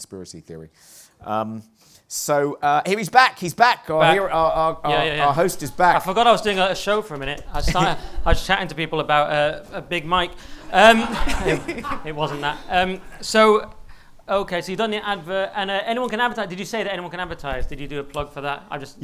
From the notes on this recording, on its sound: Live at the Hippodrome. Live from The Hippodrome in London’s Leicester Square!